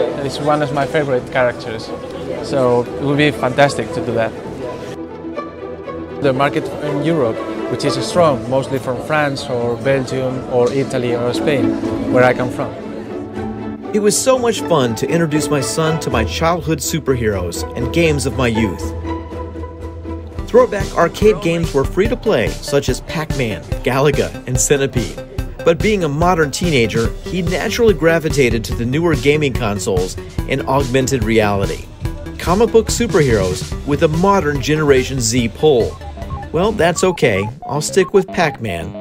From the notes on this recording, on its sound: on location at the 2020 ComicCon in Prague